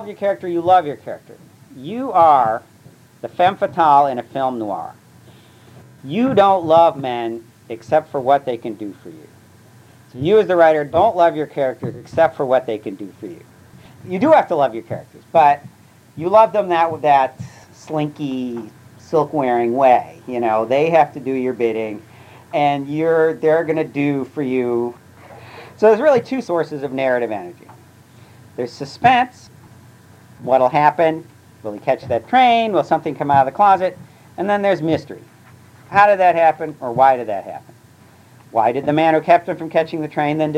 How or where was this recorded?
large echoing room